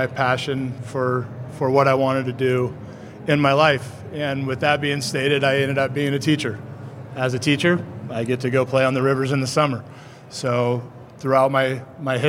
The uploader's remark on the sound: This episode is recorded with an audience of river guides and outfitters.